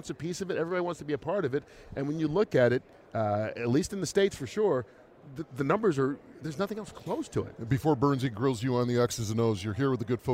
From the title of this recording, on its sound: from Super Bowl 57 in Phoenix